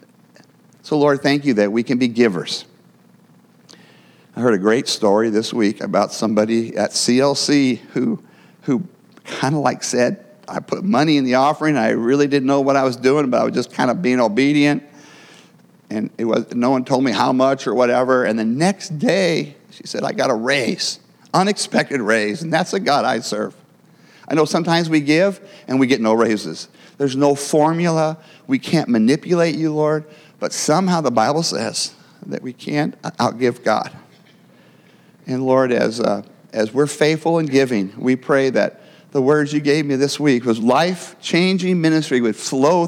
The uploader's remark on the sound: Every week we will share the gospel preached at our church on Sunday.